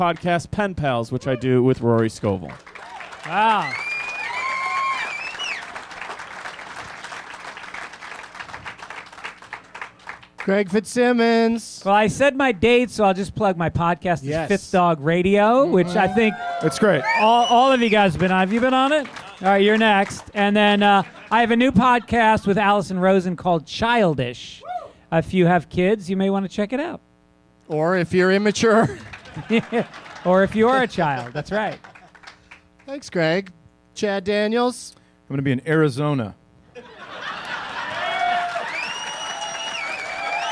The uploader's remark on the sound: Live from Zanies Comedy Club in Rosemont